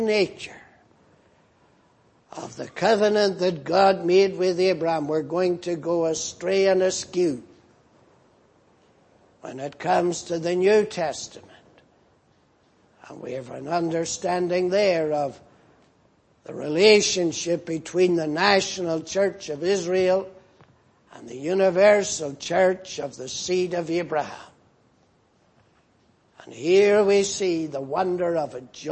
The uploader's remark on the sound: Preached in Grafton. At the Lord's Day Morning service on 1st July, 2018.